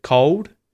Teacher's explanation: the lips round, they kind of round inwards to make a oo kind of sound instead of pronouncing the L when there's no vowel after the L. So, it can be that there's a consonant sound after the L, say the word cold, right, instead of cold. · Term: dark L